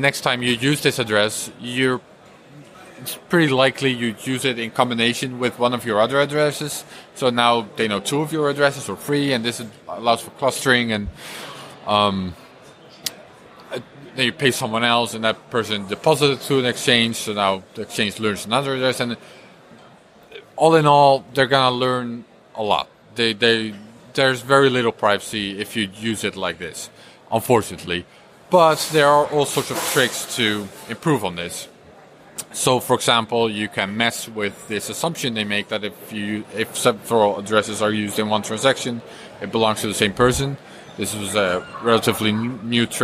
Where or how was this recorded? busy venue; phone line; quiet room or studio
busy venue